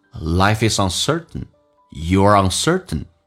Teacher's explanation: T 跟 N 在一起，在口语化当中可以 T 不发音